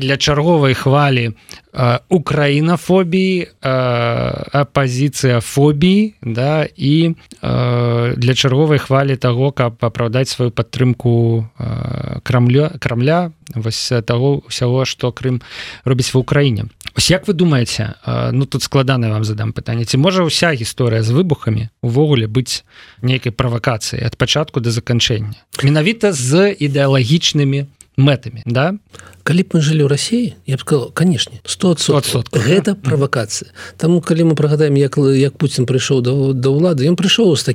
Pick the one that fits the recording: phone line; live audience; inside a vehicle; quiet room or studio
quiet room or studio